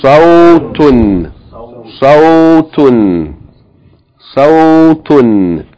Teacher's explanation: The first word has a diphthong, fatha, followed by wow with sukoon, au sound